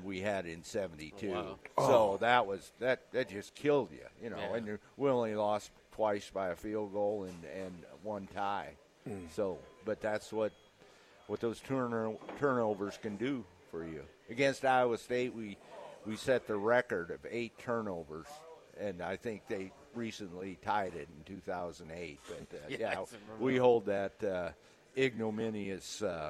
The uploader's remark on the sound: LIVE at Wingstop